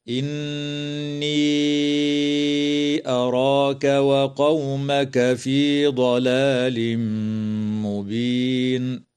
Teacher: النون المشددة من كلمة إني تغن بمقدار حركتين، وتمد الياء في هذه الكلمة حال الوصل بمقدار أربع أو خمس حركات من قبيل المد المنفصل. ويدغم التنوين في الميم مع الغنة في قوله تعالى: ضلال مبين، وتنتهي الآية اتفاقا عند كلمة مبين، والوقف عليها من قبيل الوقف الحسن.